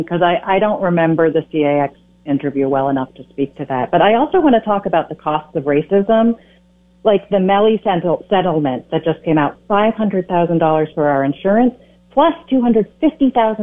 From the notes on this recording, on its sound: Calls.